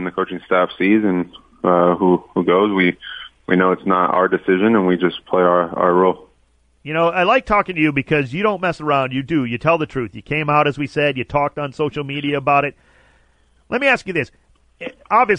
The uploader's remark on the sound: called